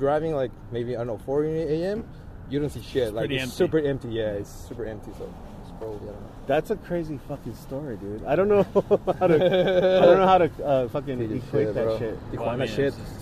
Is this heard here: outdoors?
yes